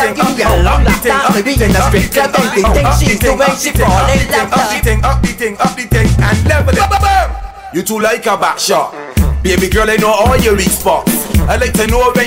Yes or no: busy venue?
yes